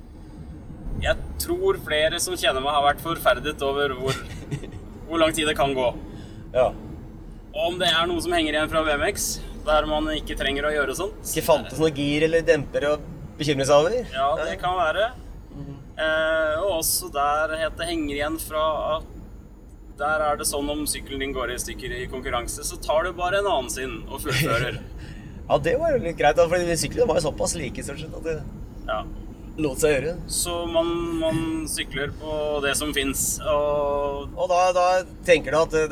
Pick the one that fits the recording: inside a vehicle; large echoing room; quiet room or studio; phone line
inside a vehicle